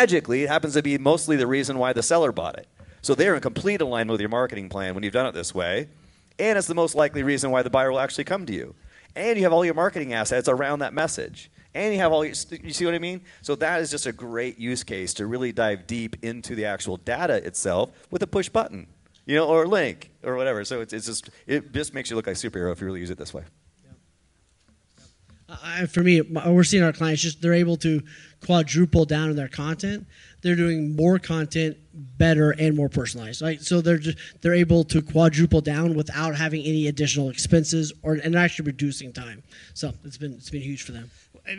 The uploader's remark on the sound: Full panel discussion from the KFAI 2023 event.